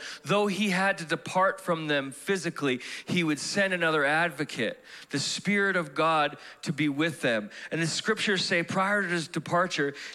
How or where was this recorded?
large echoing room